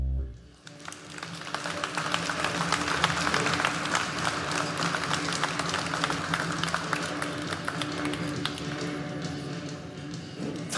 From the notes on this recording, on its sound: At the Boston stop of the Inside Intercom World Tour